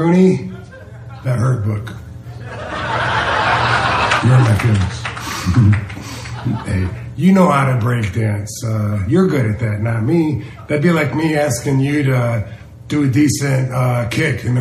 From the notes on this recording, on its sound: recorded at the Houston Improv